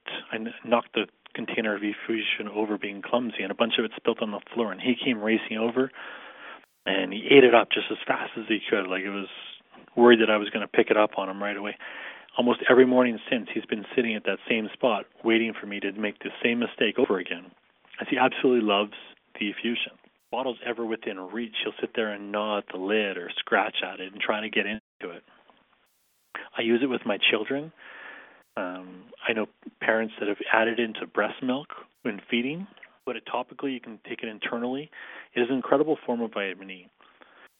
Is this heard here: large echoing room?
no